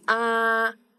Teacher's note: So first tone is like high pitch flat one. We go with ah, that's the first tone, flat.